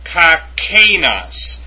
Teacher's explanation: You're supposed to pronounce that kakenos, where the accent is on the epsilon iota. So to get this down correctly, you should really notice those accent marks.